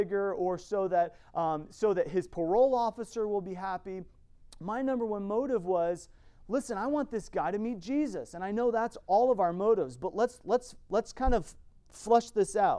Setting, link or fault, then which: setting, large echoing room